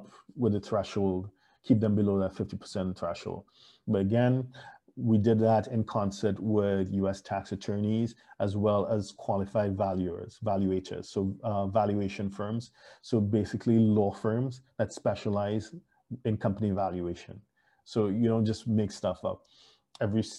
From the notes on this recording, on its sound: Thank you for joining us on Zoom.